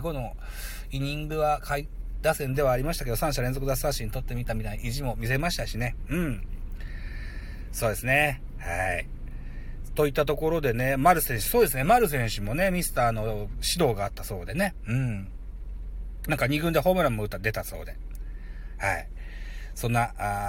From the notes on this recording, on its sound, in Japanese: 胸ポケットin Live 帰宅の道中ドライビング。